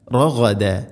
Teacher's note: ഗൈന് തൊണ്ടയുടെ മുകൾ ഭാഗം, റഗ റഅദ അല്ല റഗദ.